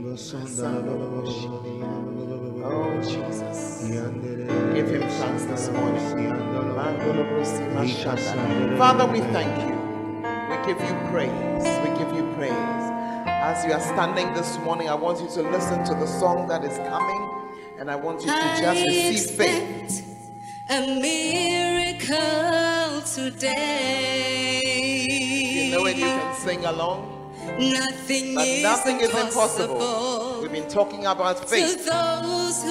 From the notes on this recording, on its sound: Preached At The Fountain Of Life Cathedral